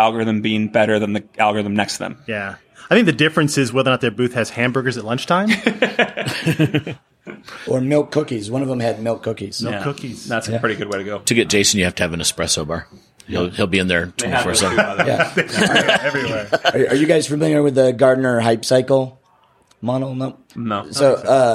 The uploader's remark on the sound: recorded live from Shoptalk in Las Vegas